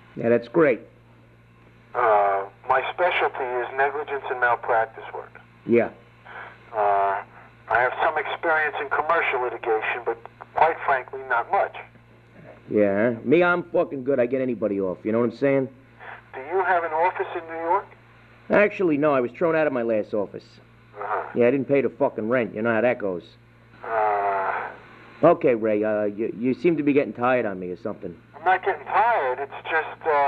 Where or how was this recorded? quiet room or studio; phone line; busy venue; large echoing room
phone line